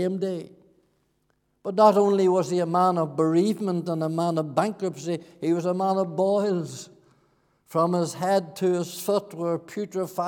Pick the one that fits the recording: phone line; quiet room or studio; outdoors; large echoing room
large echoing room